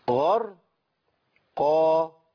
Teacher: الالف فخم تبعا للقاف لان الالف امعة يتبع ما قبله اذا كان ما قبله مفتوح مفخم فخم واذا كان ما قبله مرقق رقق صح.